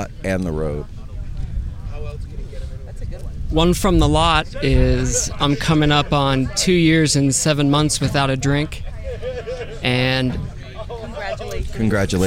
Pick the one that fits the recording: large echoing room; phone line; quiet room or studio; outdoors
outdoors